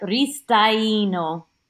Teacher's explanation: And they pronounce in Italy, they pronounce both vowels. Like we have the vowels where we'll pronounce them together, but they often they'll pronounce them both.